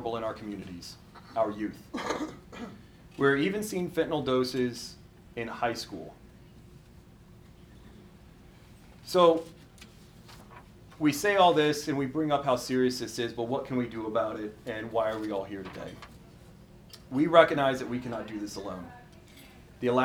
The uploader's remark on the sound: Recorded live at an event titled “Discover the Truth about Fentanyl in Alaska,” that was hosted January 26, 2024, by the FBI Anchorage Citizens Academy Alumni Association and held at the Petroleum Club of Anchorage.